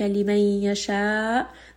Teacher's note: we make sure that we are giving it a little bit of jerk and raise the voice just a little bit to make that Hamza audible. · Term: Hamza with Nabr